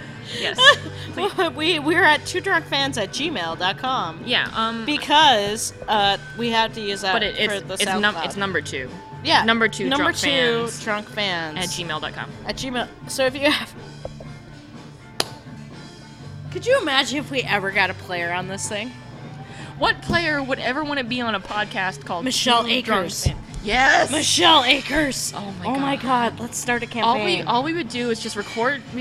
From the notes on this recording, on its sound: We're live! We recorded in the same bar for the first time since the first episode.